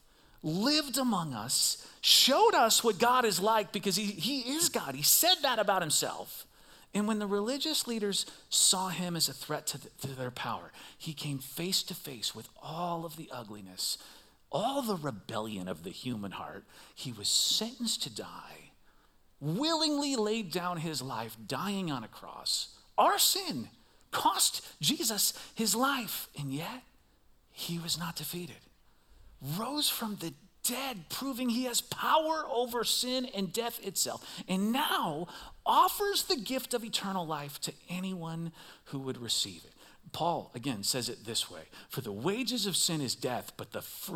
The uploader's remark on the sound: Recorded live at CrossWinds Church on October 22nd , 2023.